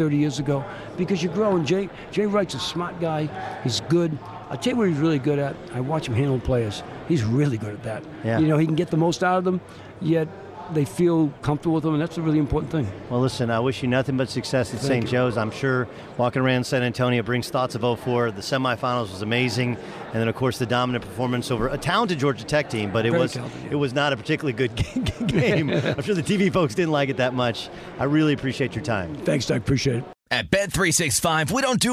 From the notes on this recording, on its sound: Live from San Antonio for the Final Four